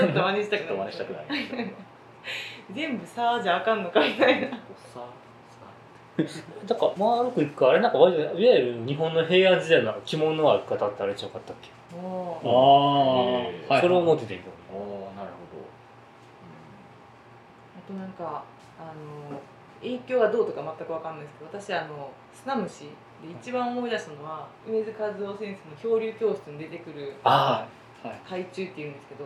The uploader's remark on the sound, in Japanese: 収録環境の問題で音質が悪いです。